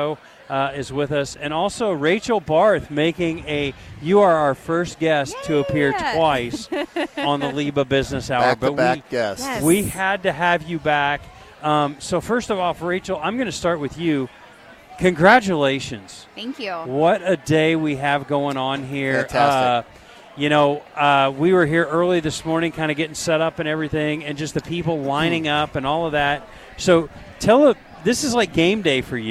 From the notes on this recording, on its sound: LIVE from Lincoln Airshow